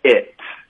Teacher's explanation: 如果我说 it 这个词，用一个大写的 i 的音标，it 舌头低很多